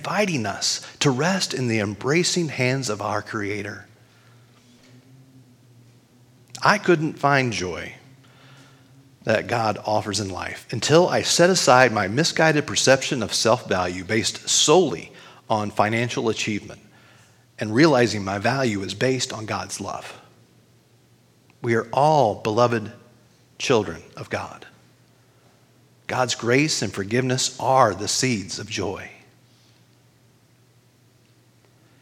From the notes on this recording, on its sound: Recording of this weekly worship service at Our Lutheran Church (West Lafayette, IN).